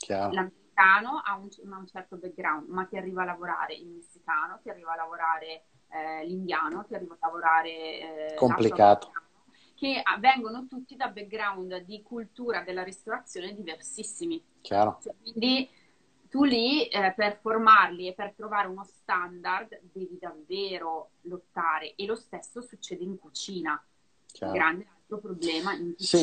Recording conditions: video call